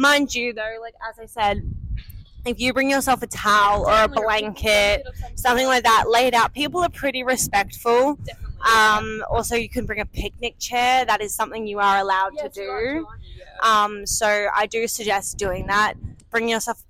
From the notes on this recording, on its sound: live from Albert Park